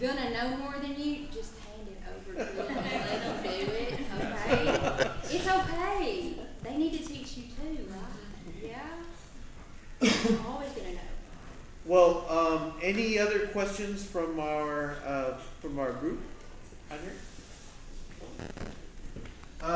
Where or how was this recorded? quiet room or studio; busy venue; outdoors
busy venue